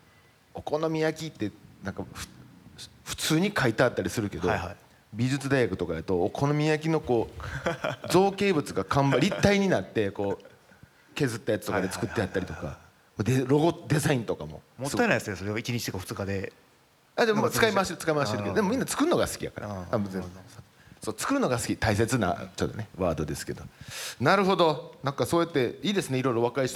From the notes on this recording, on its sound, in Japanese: FGNで行われた公開収録の後編をお送りします。